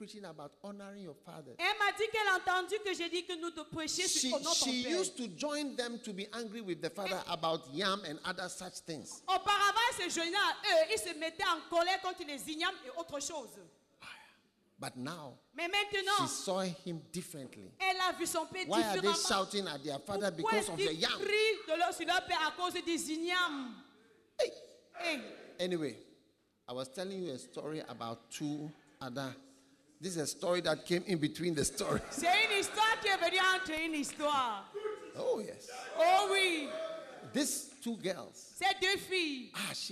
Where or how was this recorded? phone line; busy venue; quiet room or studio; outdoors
busy venue